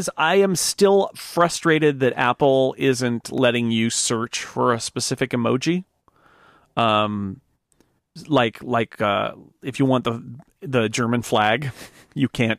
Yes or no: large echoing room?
no